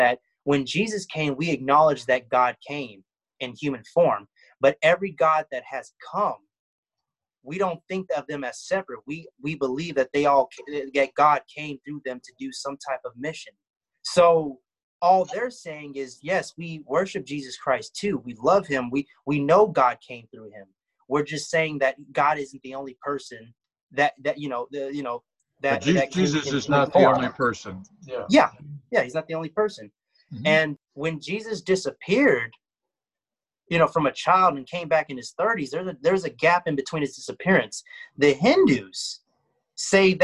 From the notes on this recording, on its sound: This podcast was recorded via zoom